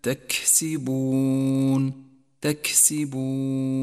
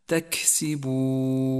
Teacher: فالكاف تحتاج إلى جريان النفس معها إذا جاءت ساكنة · Term: صفة الهمس